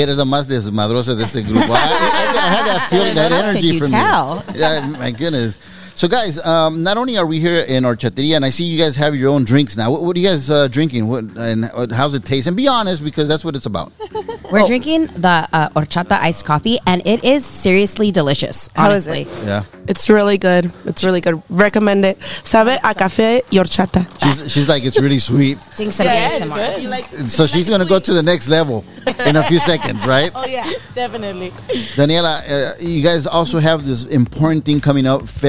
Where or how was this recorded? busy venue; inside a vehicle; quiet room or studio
busy venue